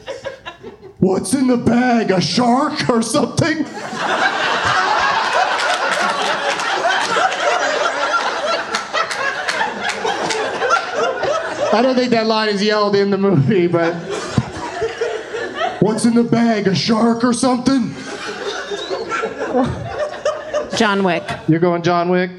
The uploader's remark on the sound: Live from the Helium Comedy Club in Portland